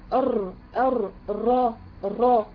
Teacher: التكرير هو ايه الاعاده، انت بتعيد حاجه، ارتعاد رأس اللسان عند النطق بالراء ارتعاد خفيف، ليه؟ نتيجة لضيق المخرج.